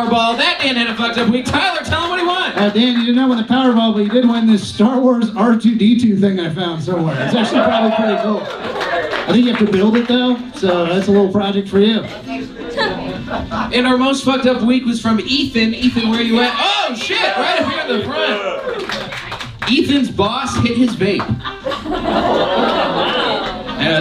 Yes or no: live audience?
yes